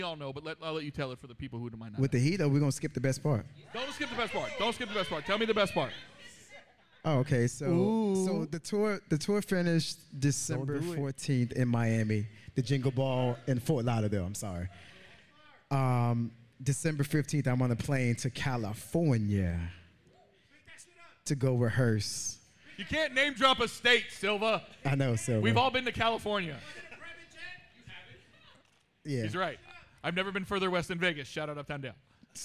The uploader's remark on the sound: This episode was brought to you LIVE (2/21/23) from the World Famous Miami Improv ! This episode was brought to you LIVE (2/21/23) from the World Famous Miami Improv !